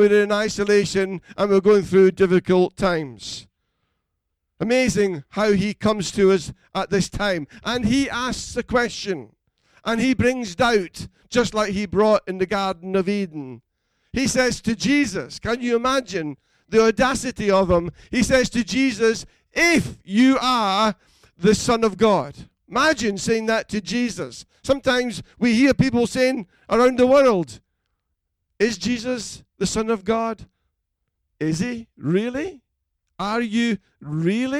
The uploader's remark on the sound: Recorded at freedomcentre church, Preston on Sunday 22nd March 2020.